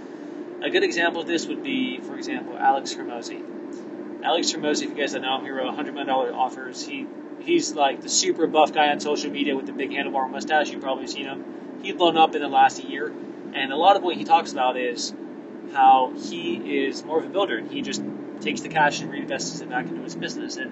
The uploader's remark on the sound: In the experimental episode (literally recorded on the road).